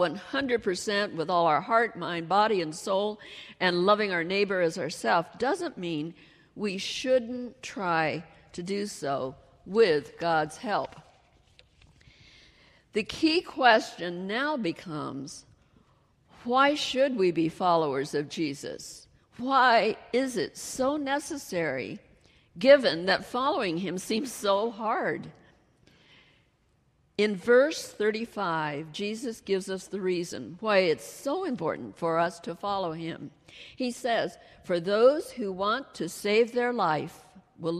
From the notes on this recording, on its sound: She delivered her message during the Traditional Worship service.